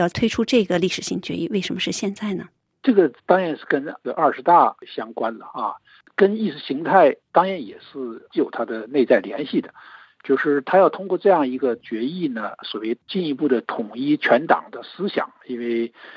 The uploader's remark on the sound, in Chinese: 接受本台电话采访